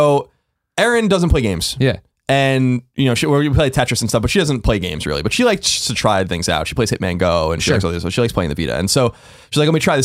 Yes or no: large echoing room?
no